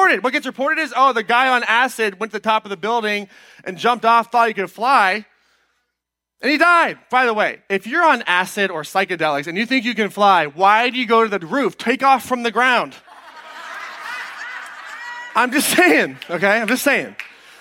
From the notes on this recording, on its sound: Today’s episode is an excerpt taken from Live Your Purpose Miami 2020.